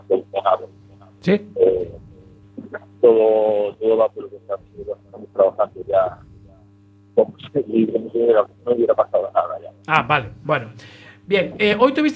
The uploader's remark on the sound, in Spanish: hoy tenemos una conexión en directo con Arabia Saudí